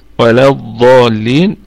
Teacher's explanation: الضاد هنا في أعلى درجات التفخيم لأنها مفتوحة وبعدها ألف